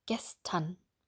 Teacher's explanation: Hier sagen wir nicht er oder ern. Wir sagen an oder a.